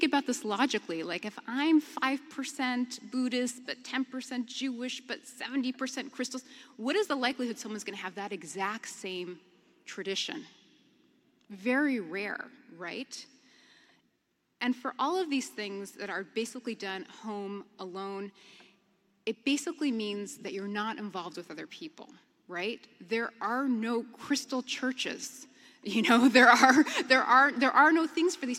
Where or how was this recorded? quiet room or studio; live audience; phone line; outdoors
live audience